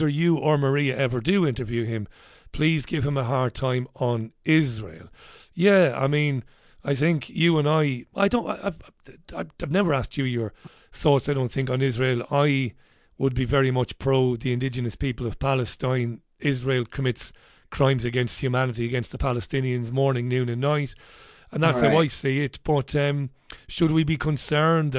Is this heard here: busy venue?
no